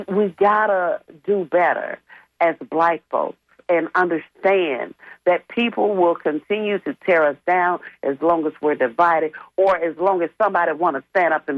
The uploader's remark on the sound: unique magazine format call-in show